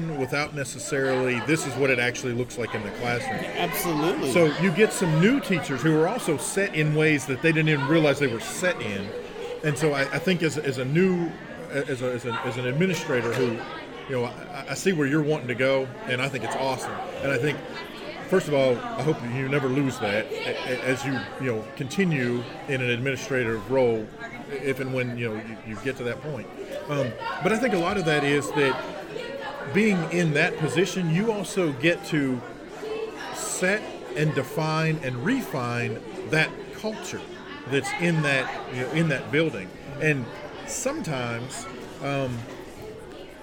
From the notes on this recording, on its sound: Interviews, panel and Q&A from the SAU-Magnolia ERZ Robotics Exhibition